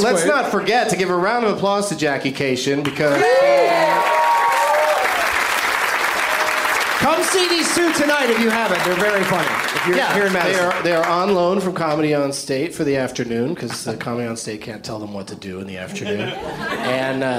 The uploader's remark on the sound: Live from the Comedy Club on State in Madison, WI.